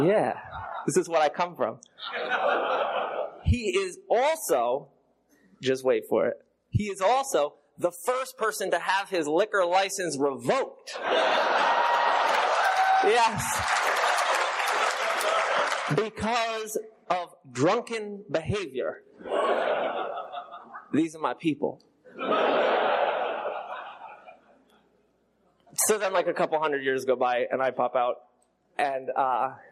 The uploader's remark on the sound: Telling his story at an unknown Roundup, I think this was recorded around 2016.